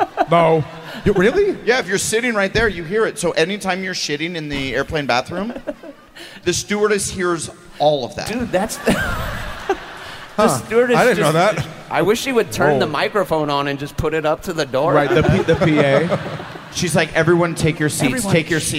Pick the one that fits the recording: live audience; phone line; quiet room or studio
live audience